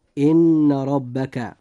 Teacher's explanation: نلاحظ أن حرف الراء في كلمة ربك جاء مفتوحا، لذلك يجب أن يفخم فينطق هكذا: إن ربك. · Term: تفخيم الراء